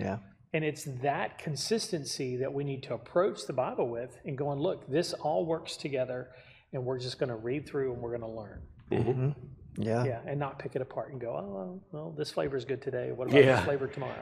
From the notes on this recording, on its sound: We had a hardware failure on our computer so we had to move to the sanctuary to record.